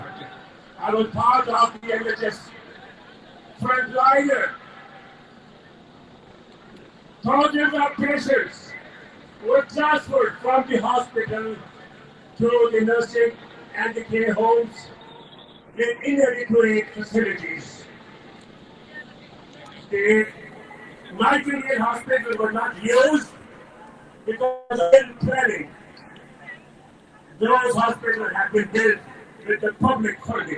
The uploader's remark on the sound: LIVE from Trafalgar Square in London: Resist & Act For Freedom Rally